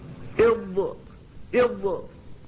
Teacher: الصفة الخامسة من هذه الصفات الانفرادية هي الاستطالة، وهي صفة الضاد، والمقصود بها الاستمرار في المخرج إلى نهايته، من أوله إلى نهايته. فالضاد تبدأ في الخروج من حافة اللسان من مائل الأضراس وتستمر إلى مخرج اللام، إض، فتستمر استمرارا، هو الذي يسمى بالاستطالة.